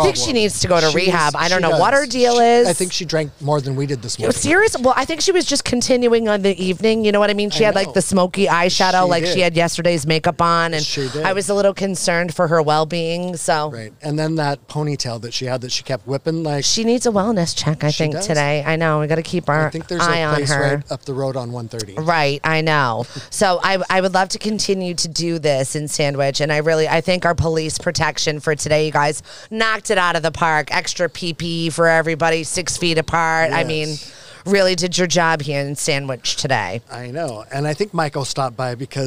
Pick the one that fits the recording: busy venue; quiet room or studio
busy venue